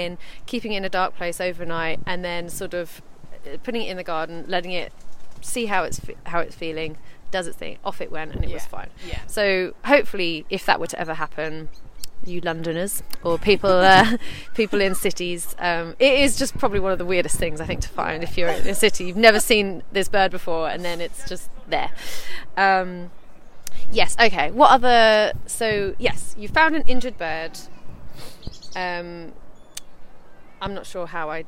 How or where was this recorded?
outdoors